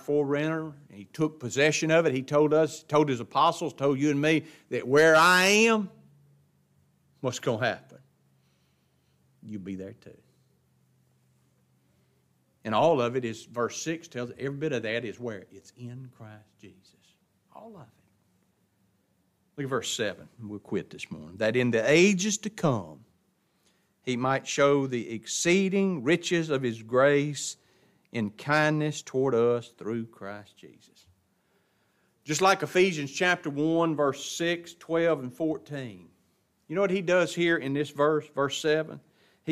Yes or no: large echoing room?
yes